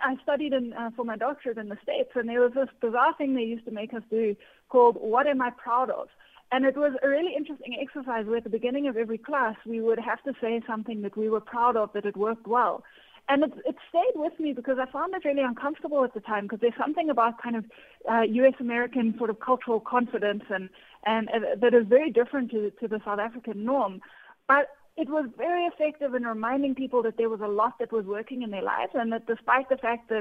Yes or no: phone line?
yes